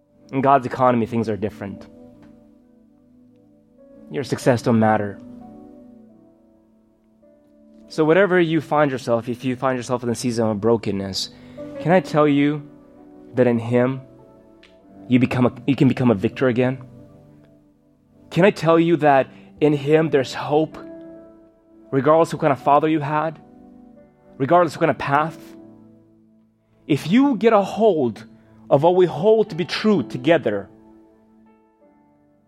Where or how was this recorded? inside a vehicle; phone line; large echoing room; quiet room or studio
large echoing room